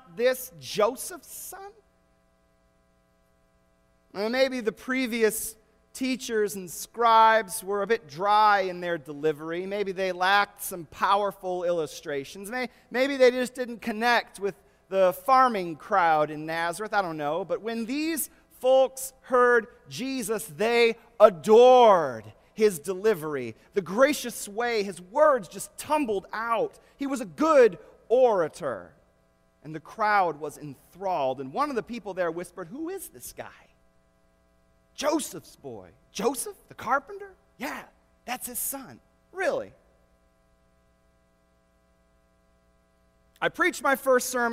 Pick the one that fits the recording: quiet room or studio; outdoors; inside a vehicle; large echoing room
large echoing room